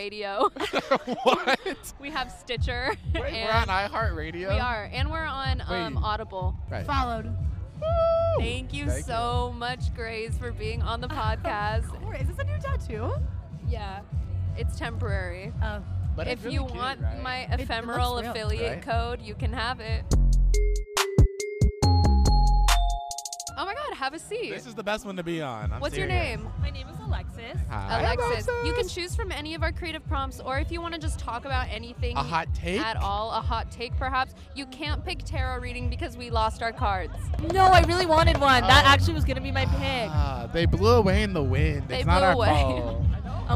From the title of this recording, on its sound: LIVE from SpringFest